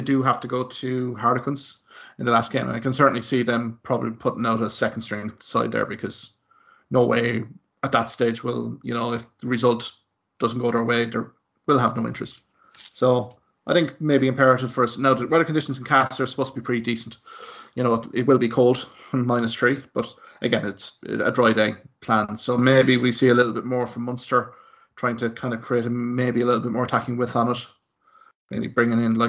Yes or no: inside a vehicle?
no